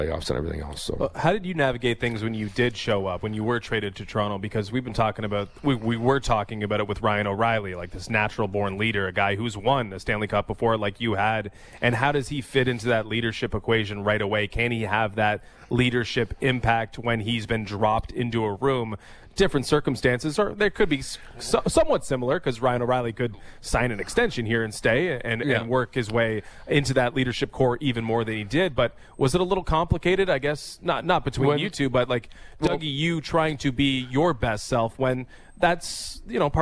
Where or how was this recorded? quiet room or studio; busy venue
busy venue